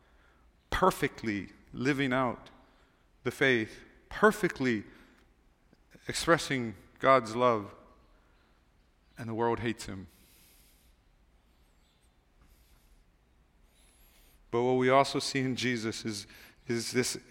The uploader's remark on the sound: Recorded on December 31, 2023 at Waialae Baptist Church.